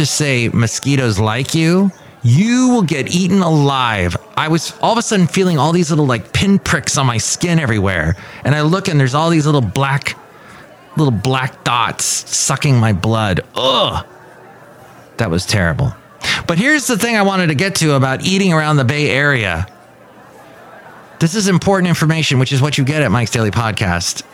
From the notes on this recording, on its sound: podcasts live from Café Anyway